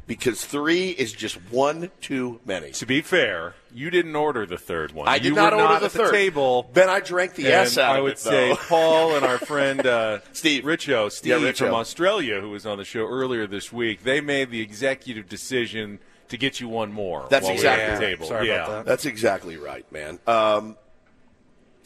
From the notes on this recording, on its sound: live for Day 3 from Padres Fantasy Camp out in Peoria Arizona!